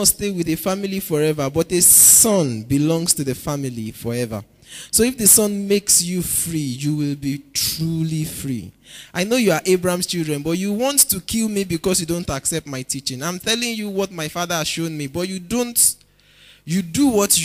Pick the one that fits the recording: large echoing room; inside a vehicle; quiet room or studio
large echoing room